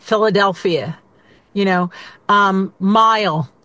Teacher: So the dark L is the back of your tongue is up too high. And instead of making an L with the tip of your tongue, like Philadelphia, you're making it with the back of your tongue. It's almost not there.